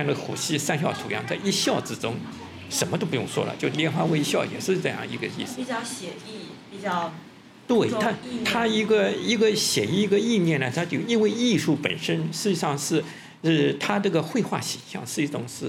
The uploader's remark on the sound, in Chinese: 在展览现场的对谈。